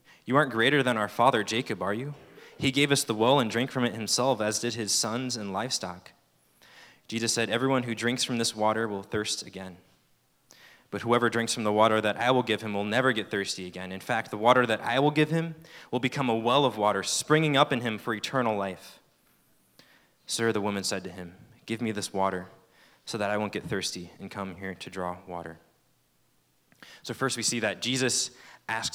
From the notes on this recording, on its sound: At Fall Conference 2023. Fall Conference is hosted by Campus Fellowship every year toward the beginning of the school year.